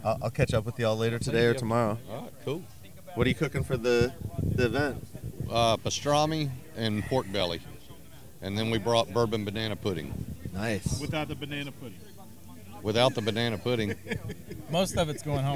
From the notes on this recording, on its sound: Live from Snow's at Texas Monthly BBQ Weekend. We had a slew of cooks, owners and talking heads, so many in fact, that if I had had 10 mics it wouldn’t have been enough. The mics move around fast. I’ve got to go wash my mics, they’re covered in grease.